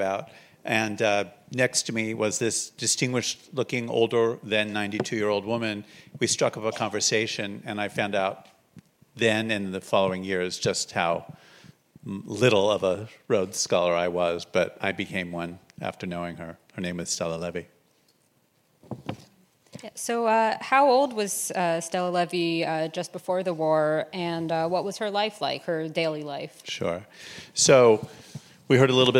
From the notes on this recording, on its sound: Live from Holocaust Education Week. Kicked off Neuberger Holocaust Education Week in Toronto. Live at this special podcast recording, in partnership with the Toronto Holocaust Museum and the Prosserman JCC.